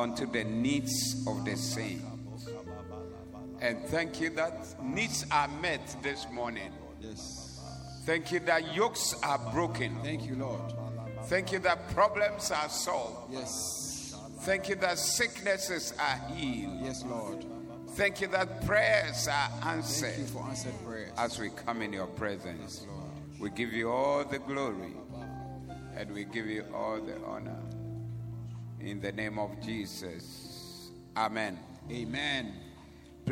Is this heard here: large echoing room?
yes